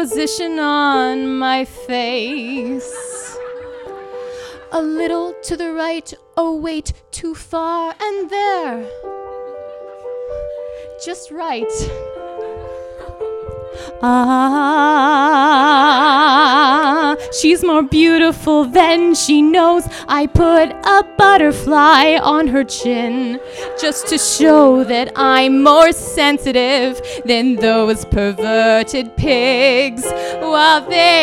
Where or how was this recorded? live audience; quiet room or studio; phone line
live audience